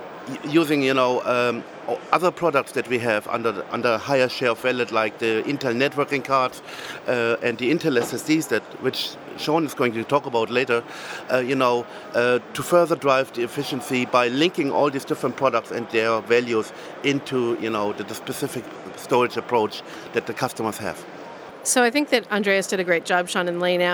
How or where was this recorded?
busy venue